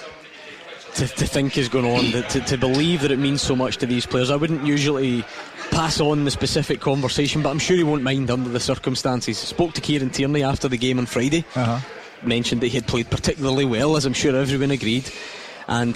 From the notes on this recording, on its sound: live from Scotland HQ at Drygate Brewery